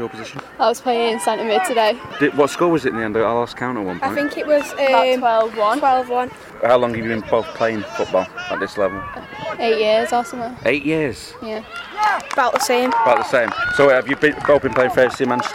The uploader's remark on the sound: A special podcast recorded on the first weekend of the season, as Moston Juniors and AFC Manchester took to the field for the first time at the newly revamped Ronald Johnson Playing Field at Broadhurst Park in Moston.